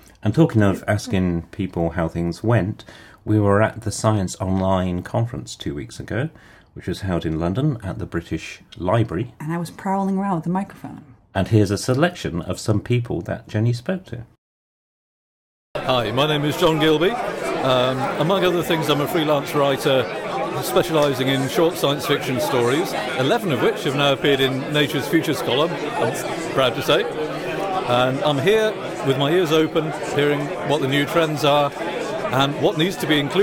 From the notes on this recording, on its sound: we interview various participants during the recent Science Online conference in London